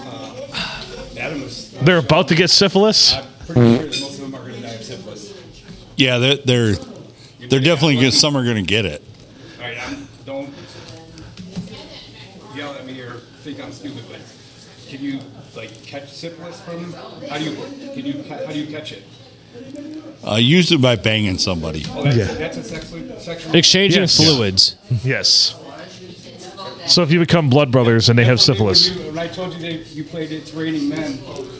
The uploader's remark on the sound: Recorded at the Blue Water Sports Bar and Grill. Things get wonky on dollar beer night.